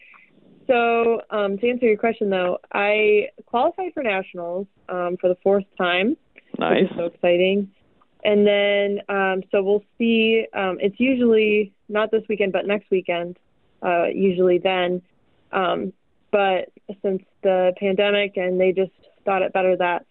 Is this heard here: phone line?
yes